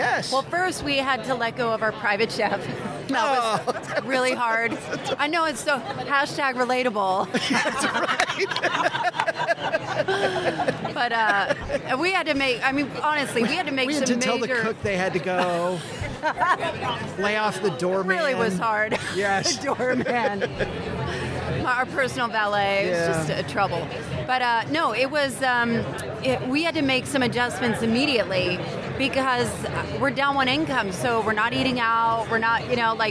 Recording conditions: busy venue